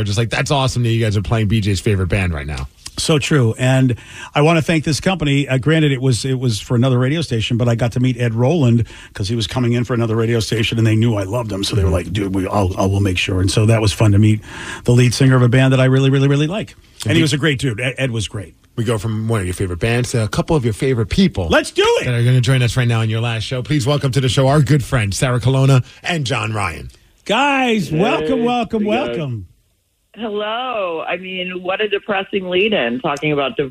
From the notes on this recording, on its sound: call in to share funny memories